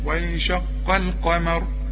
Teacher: رقق اللام ورقق كمان الميم